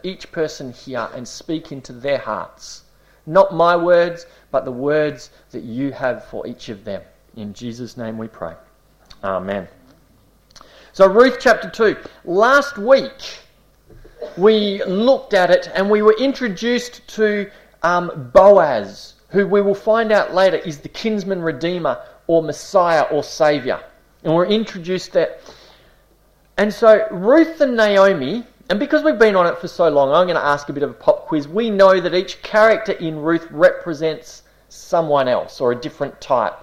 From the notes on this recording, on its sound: This series was delivered over a number of months in late 2018 at the Esperance Church of Christ